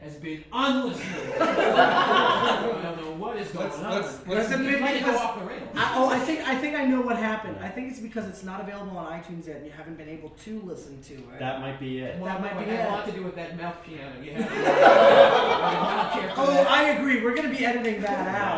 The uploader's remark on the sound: the first ever live show